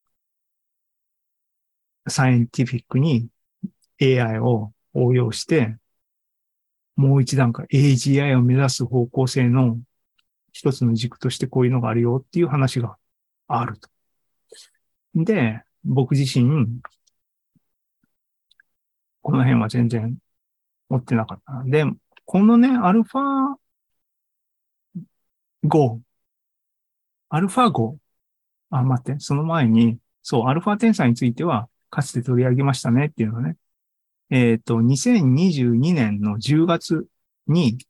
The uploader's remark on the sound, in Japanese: ２０２３年６月２４日に開催した ZOOMライブの模様です。